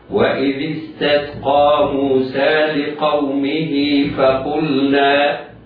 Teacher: الهاء وقعت بين متحركين وليس ثانيهما همزة قطع، فهي في هذه الحالة تمد مدا طبيعيا بمقدار حركتين، تقرأ بالصلة وهذه الصلة تمد مدا طبيعيا بمقدار حركتين. ولذلك انظر إلى مصحفك ستجد بعد الهاء وقبل الفاء ستجد ياء صغيرة، هذه الياء الصغيرة هي الحرف الدال على الصلة أو الرمز الدال على الصلة، تنطق هكذا وصلا.